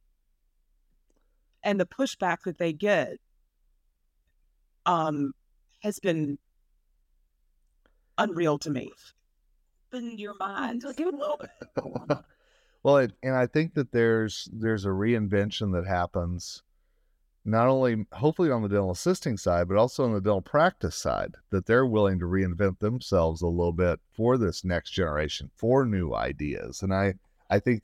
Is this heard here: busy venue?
no